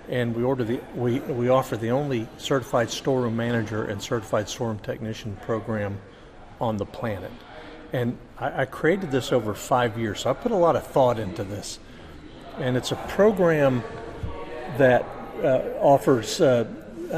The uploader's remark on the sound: From Reliable Plant Conference 2023.